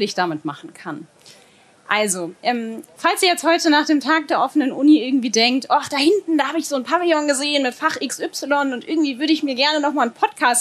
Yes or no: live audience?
yes